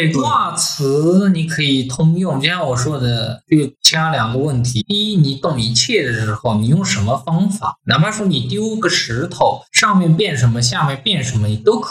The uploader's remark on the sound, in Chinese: 我们把这次连线闲聊全程录制后，作为了本期的节目。因为这是我们第一次连线即使录制，所以音效已经尽了最大努力调整了，如果音效有问什么缺陷的话，请大家多多包涵。